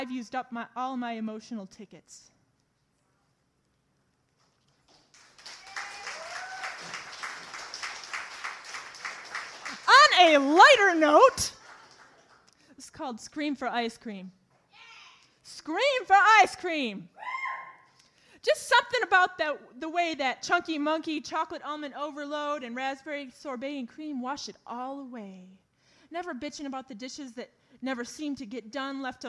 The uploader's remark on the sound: Hosts this Open-Mic from late 2000 or early 2001. Featuring a variety of poets and musical performances.